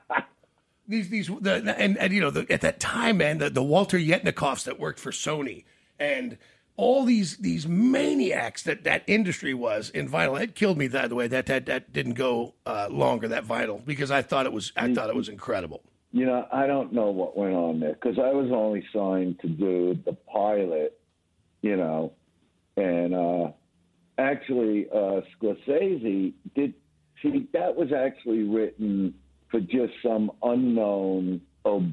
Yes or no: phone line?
yes